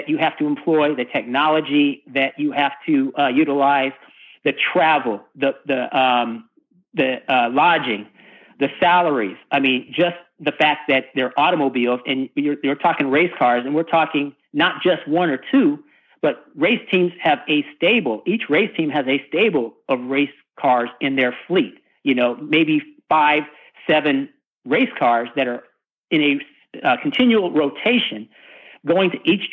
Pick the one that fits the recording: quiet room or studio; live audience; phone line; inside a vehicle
phone line